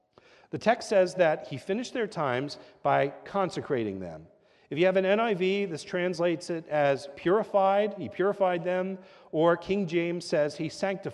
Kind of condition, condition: setting, large echoing room